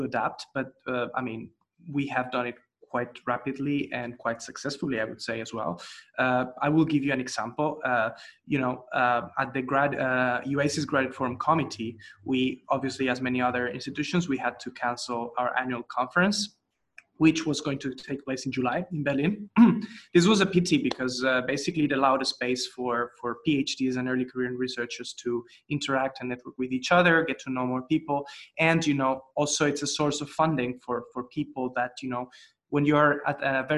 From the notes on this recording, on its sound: This podcast is a recording of the NORTIA webinar